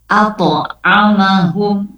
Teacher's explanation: Huruf Qaf sama juga, ya, dia sifatnya qalqalah. Jadi pada saat diwakufkan di kata akhirnya menjadi memantul.